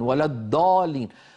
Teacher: مهما ضغط على طرف لسانه الأمامي وفخمه لن يخرج الضاد المطلوبة وإنما هذه دال مفخمة